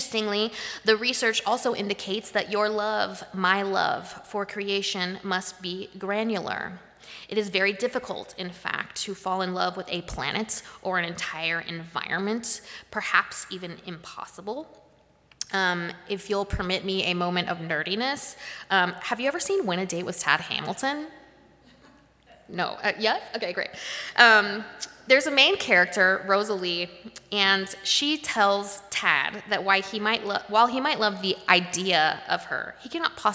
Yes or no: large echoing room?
yes